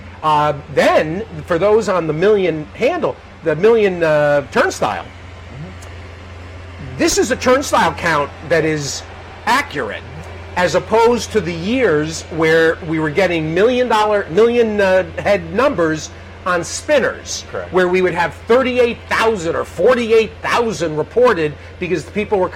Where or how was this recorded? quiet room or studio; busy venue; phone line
busy venue